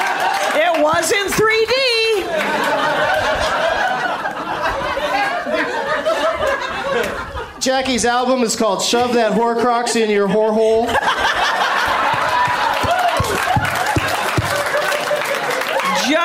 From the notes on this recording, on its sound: Live from the Comedy Club on State in Madison, WI.